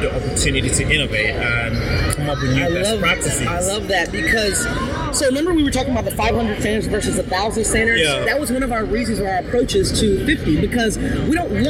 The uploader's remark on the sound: LIVE AT NAA